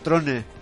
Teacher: Nosaltres, si l'hauríem de fer amb la vocal neutra, és trona.